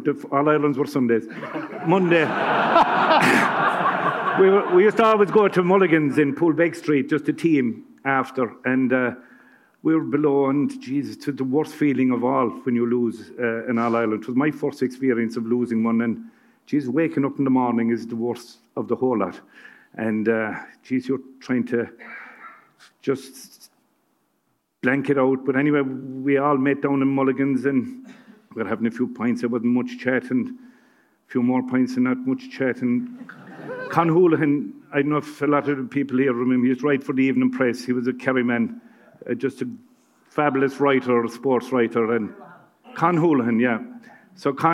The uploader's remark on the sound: live from Liberty Hall